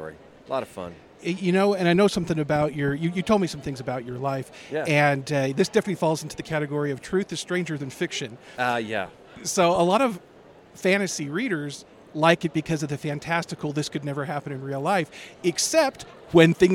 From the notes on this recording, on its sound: Author Interviews Live From FanX.